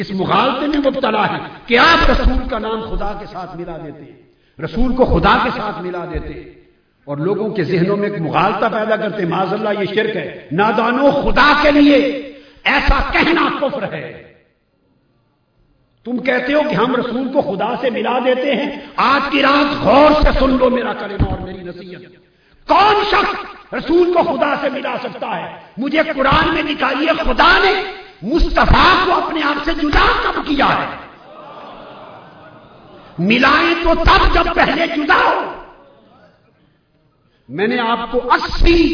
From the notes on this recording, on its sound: on the event of International Mawlid-un-Nabi Conference 2010 at the Place of Minar e Pakistan Lahore